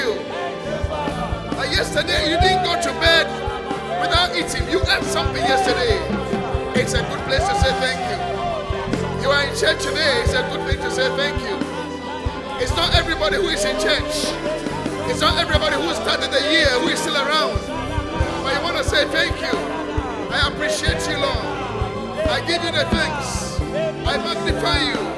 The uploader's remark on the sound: Preached at The Qodesh